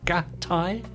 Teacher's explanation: the two T's in gatai connote a dropped or silent consonant, meaning that there's an unvoiced half syllable, in this case between ga and tai.